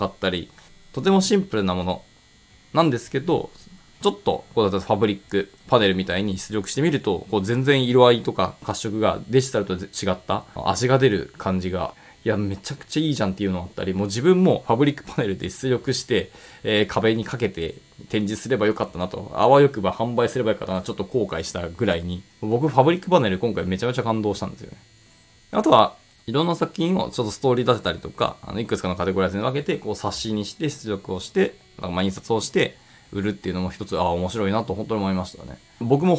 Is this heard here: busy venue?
no